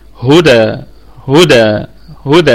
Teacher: يبقى هنقف هنا بالمد الطبيعي العارض للسكون